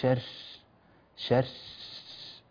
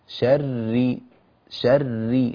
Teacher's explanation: الآن أنا أضع يدي أمام فمي أجد هواء منطلقا، الراء ليست كذلك، شري شري لا يوجد هواء يخرج مع الراء · Shown in: second take